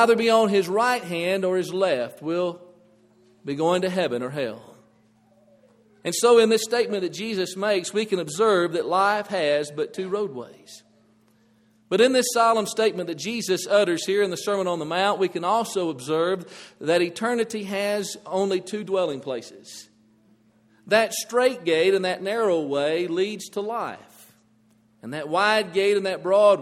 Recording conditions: large echoing room